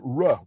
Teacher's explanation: The English go ruh with your lips.